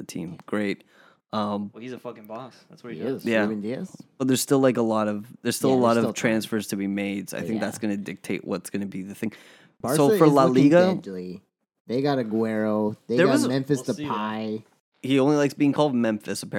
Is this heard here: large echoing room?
no